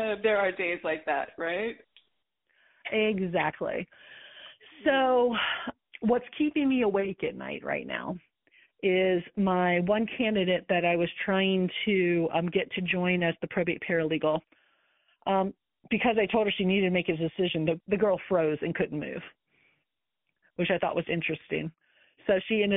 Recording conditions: phone line